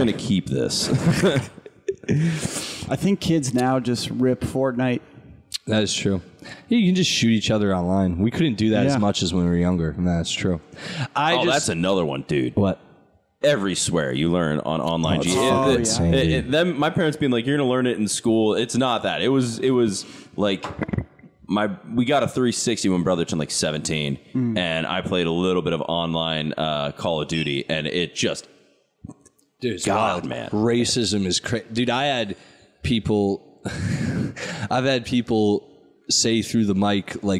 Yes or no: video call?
no